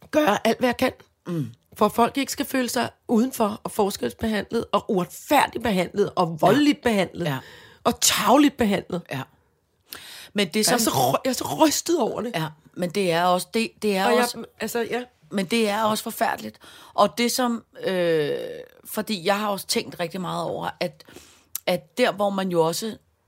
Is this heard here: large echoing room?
no